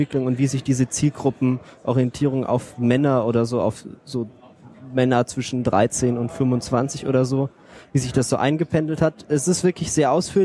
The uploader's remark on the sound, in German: dieser auf dem 30C3 aufgezeichneten Sendung